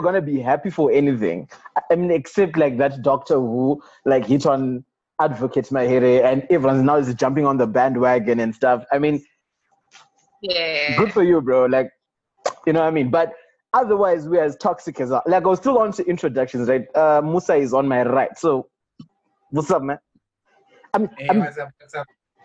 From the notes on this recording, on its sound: The first of a series of special quarantine editions done over Zoom.